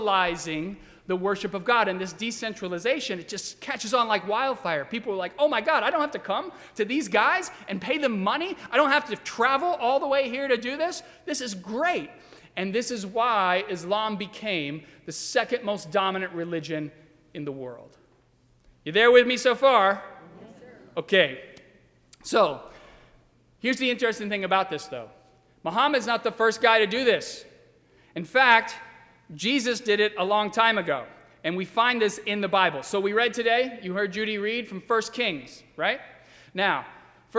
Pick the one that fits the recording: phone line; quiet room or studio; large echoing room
large echoing room